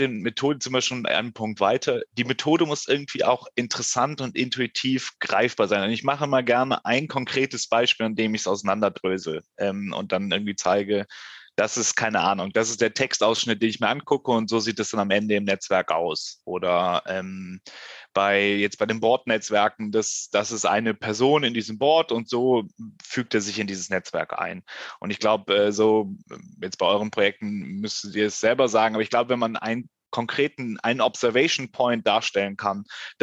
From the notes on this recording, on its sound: Die Folge wurde ausnahmsweise zu Hause via Zoom aufgenommen.